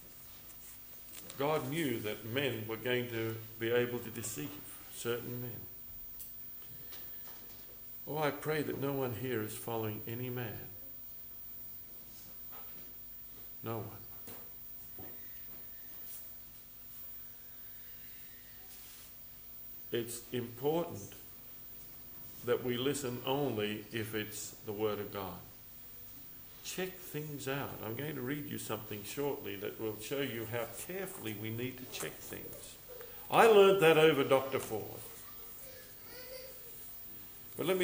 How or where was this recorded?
large echoing room